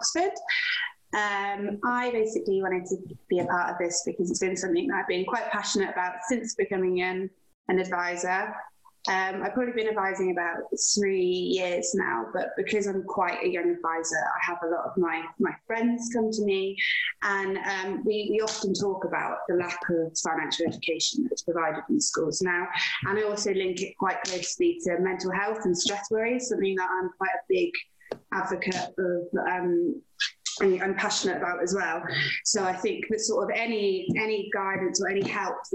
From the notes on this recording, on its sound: Roundtable. Joined on Zoom by a plethora of enthusiastic participants.